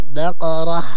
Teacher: الباء مرققة والقاف مفخمة والراء أيضا مفخمة، بقرة وأيضا مع ترقيق الهاء، لأن الكثير يجي يقول بقرة يعني يفخم الهاء، ولا بد من ترقيق جاهلين.